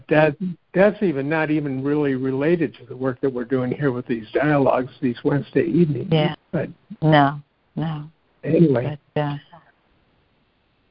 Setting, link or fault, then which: link, phone line